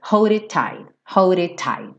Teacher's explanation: ele mudou o D pra rarara, e o it tight, não vou quicar em dois T's, hold it tight.